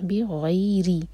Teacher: بی غیری، غین heavy, اور یہ آگے پھر مدلین ہے. بی غیری، را کے نیچے کسرہ تو را باریک